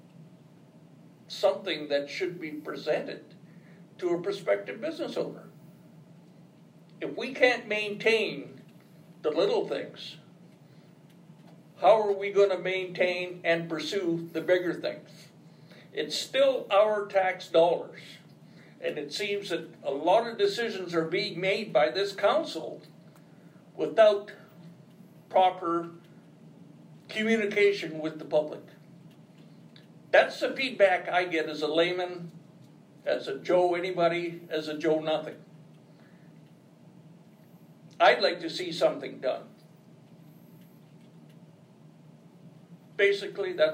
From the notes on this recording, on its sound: Audio recording of the July 23, 2018 Regular Meeting of Peace River's Town Council.